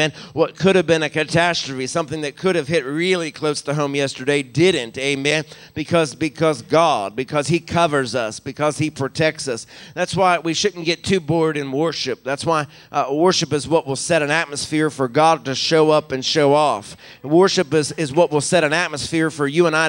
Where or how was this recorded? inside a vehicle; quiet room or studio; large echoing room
large echoing room